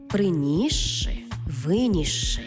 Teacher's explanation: Це слова, наприклад, приніс ши та виніс ши, де си і ши читаємо як подовжений звук ши